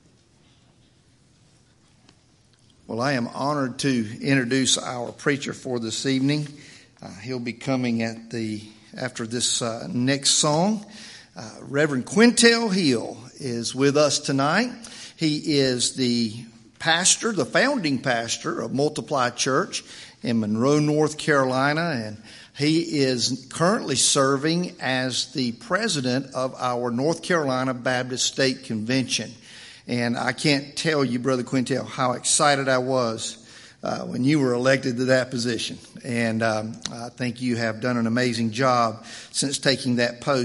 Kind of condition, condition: setting, large echoing room